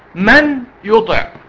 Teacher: يعني ادخل النون في الحرف اللي بعديها واعمل غنة، ادخل النون في الحرف اللي بعديها واقف عليها شوية · Term: ادغام بغنة